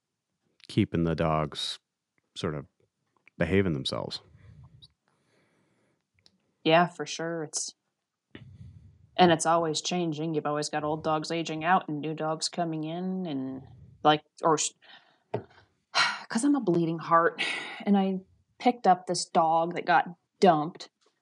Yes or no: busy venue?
no